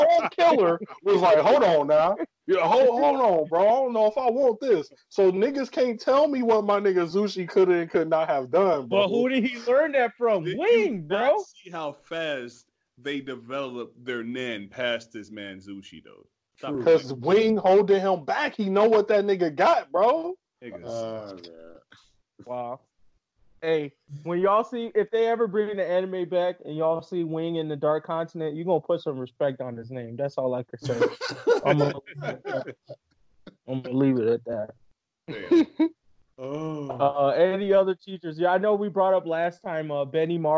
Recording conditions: video call